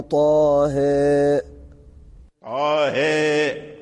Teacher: إمالة كبرى ماشي صغرى، إمالة كبرى لورشي